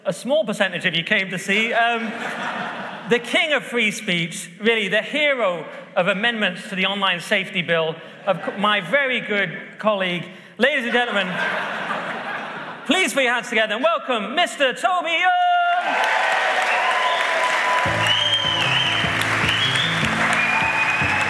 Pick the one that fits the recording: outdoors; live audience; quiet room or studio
live audience